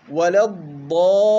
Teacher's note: الضاد من أحرف الرخاوة، والضاد فيها استطالة، مما يحتم علي أن يكون زمن الضاد أطول